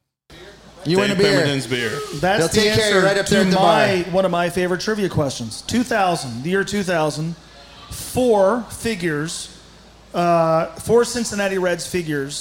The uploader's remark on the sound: LIVE from Fretboard Brewery